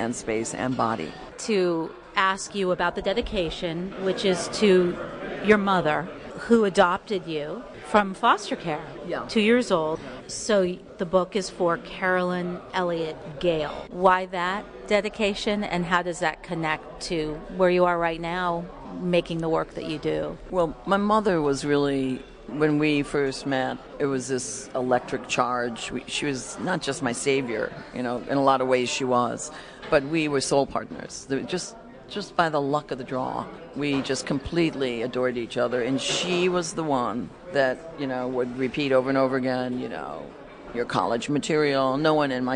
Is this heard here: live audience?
yes